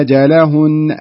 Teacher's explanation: يعني حاول ترقق اللام. اللام دائما مرققة